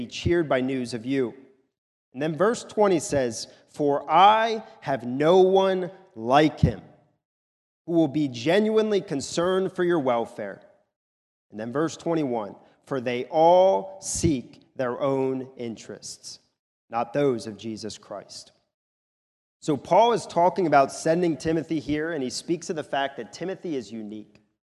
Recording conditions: large echoing room